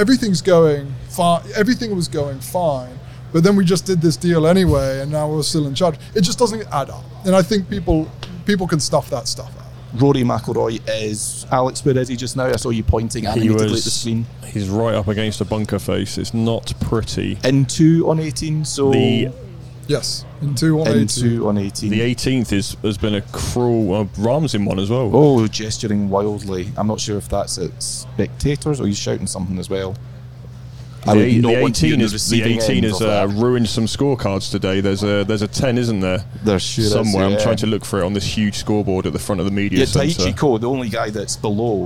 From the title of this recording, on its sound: LIVE from Royal Liverpool